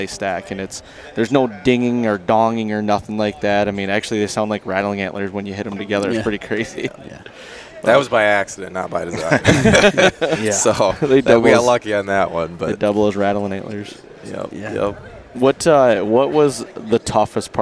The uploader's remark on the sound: While down at the ATA show I caught up with the three owners of Latitude Outdoors